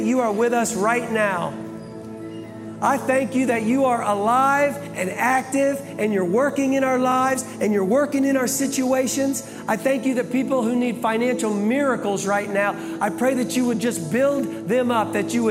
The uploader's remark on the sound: Live from the Brussels campus